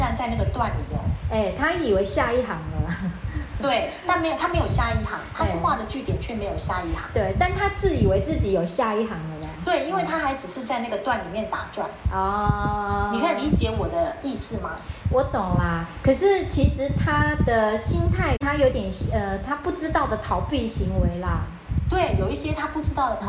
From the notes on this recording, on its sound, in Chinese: 後製時，發現有些雜音，聽起來沒那麼愉悅，還請聽眾們稍忍一忍